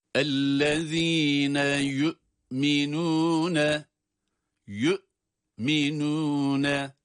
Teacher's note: Buradaki hemzeyi, sesi çıkarıyoruz ama geriye düşen bir hareke ile ses devam etmiyor. Orada hapsoluyor ses. · Term: cezimli bir hemze